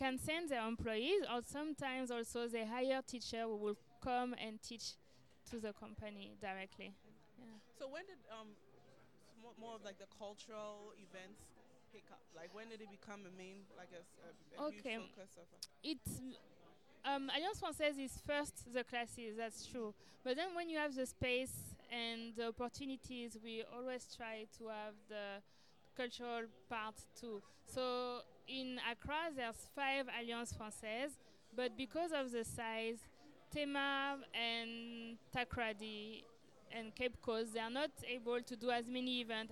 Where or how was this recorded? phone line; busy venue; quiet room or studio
busy venue